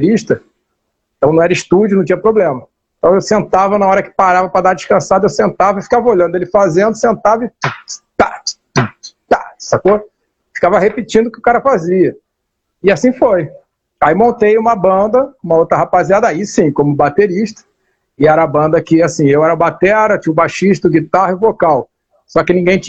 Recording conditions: video call